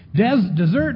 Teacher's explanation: And the emphasis is on the ert instead of the des.